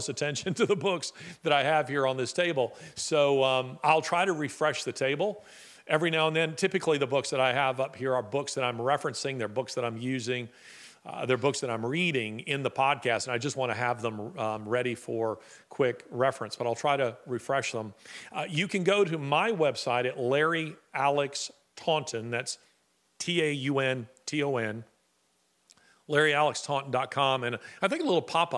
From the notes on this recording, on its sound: Live Q+A. Live Q&A during this episode with a live audience.